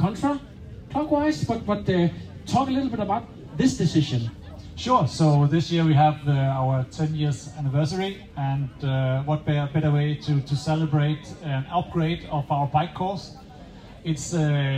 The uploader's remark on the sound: IM Cph 2023 - Live on Stage